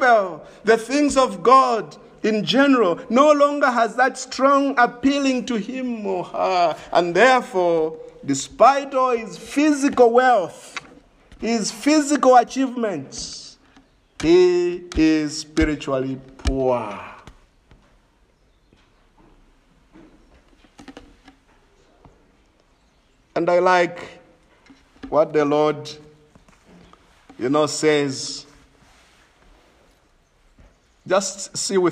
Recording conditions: large echoing room